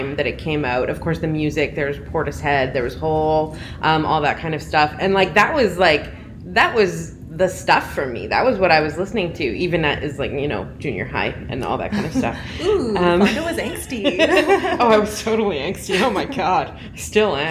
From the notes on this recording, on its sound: Repodcasting’s first-ever LIVE EPISODE?! Recorded on site at Calgary Expo.